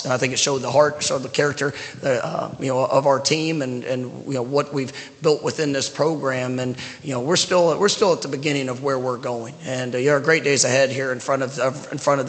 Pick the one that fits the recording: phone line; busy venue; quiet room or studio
busy venue